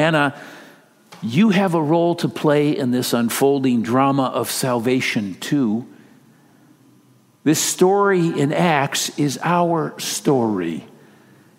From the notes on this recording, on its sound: Message delivered during the Traditional Worship Service. San Marino Community Church.